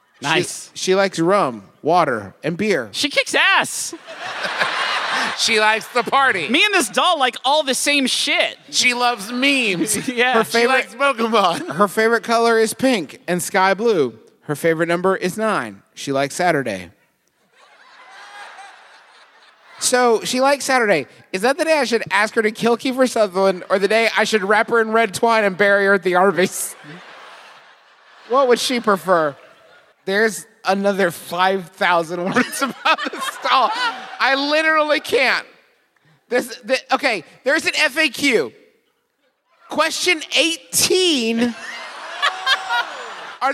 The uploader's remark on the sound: Making this the perfect time for us to deploy our recent live show from lovely, soggy Indianapolis.